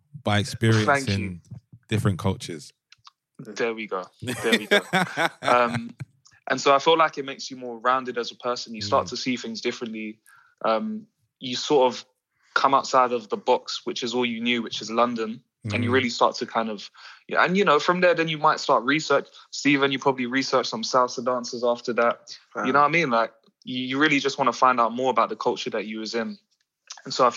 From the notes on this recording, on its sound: The team practice social distancing and hop on a group call to record the latest instalment.